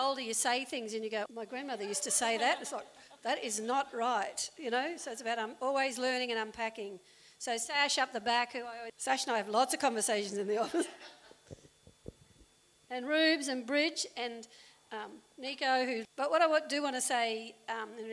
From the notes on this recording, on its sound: A recording from the Trans Prisoner Solidarity panel held in Woolloongabba.